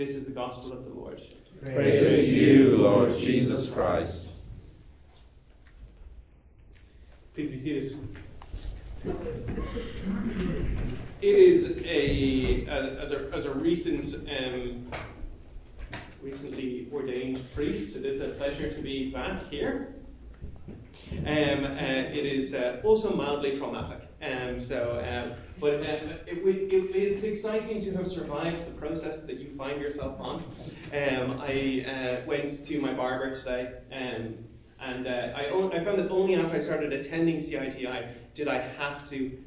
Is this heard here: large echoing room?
yes